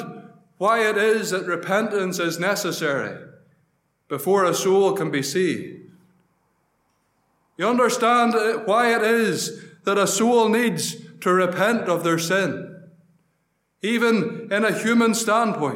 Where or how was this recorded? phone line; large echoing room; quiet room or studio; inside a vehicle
large echoing room